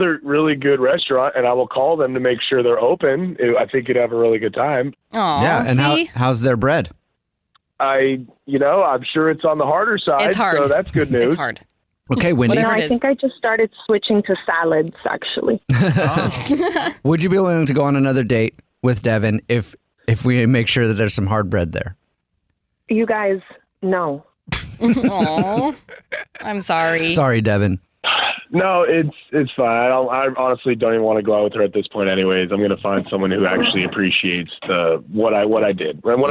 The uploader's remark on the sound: We get that other person on the phone